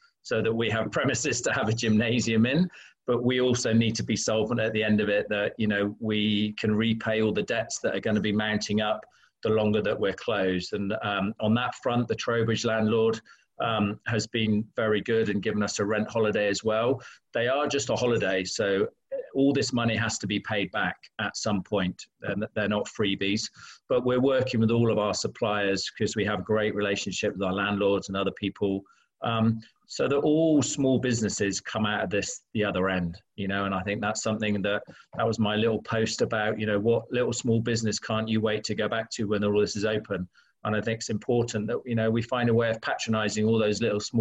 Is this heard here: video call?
yes